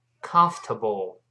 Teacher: 注意那个 o r 在这里是听不到的